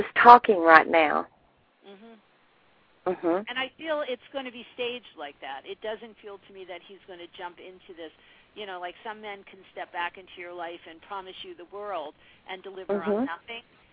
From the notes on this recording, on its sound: Live call-in radio talk show.